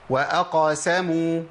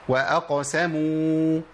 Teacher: القاف مش مفتوحه يا اخي · Shown in: second take